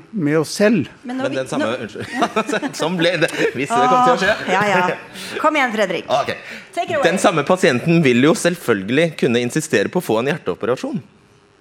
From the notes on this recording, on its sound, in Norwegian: Vi er midt i Bergen sentrum på Ole Bull scene - med et herlig bergenser-publikum.